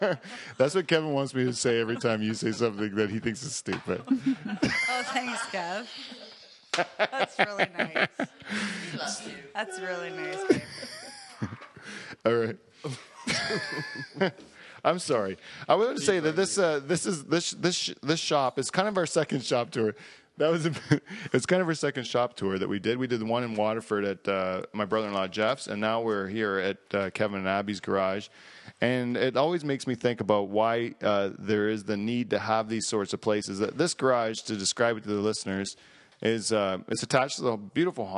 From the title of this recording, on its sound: Live From Delhi